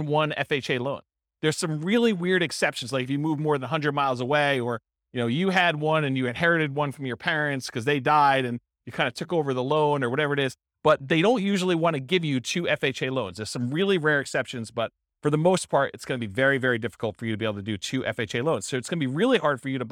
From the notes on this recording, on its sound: This was a live class recorded